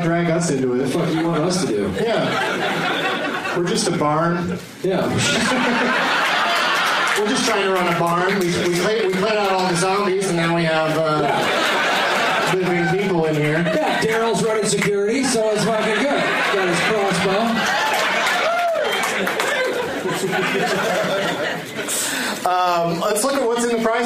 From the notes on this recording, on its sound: audience members at the Punchline in Atlanta, GA